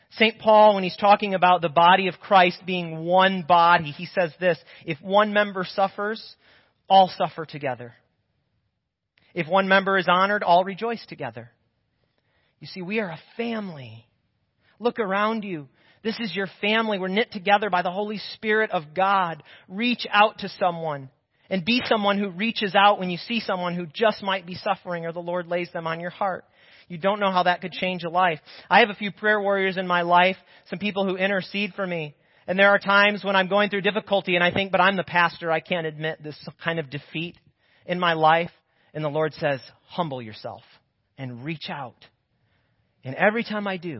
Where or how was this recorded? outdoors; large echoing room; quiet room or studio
large echoing room